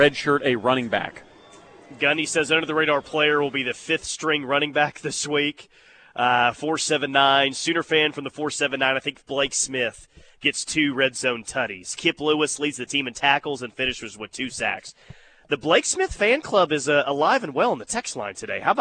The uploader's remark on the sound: Live from The HBC Bob Stoops Charity Golf Tournament at Jimmie Austin.